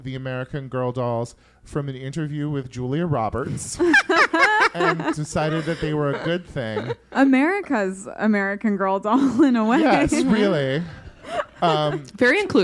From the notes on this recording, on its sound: LIVE at Lyric Hyperion. Recorded at Lyric Hyperion in Los Angeles.